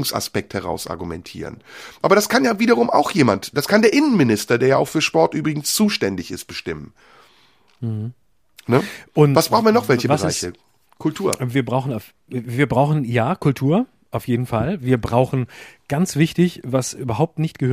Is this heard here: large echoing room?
no